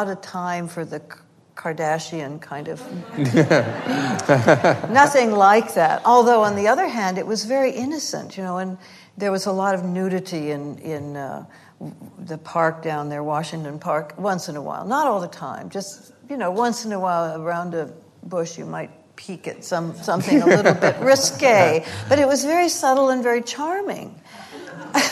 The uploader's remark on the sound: The conversation was recorded on Sep 6, 2016 in front of a live audience at New York's 92nd Street Y.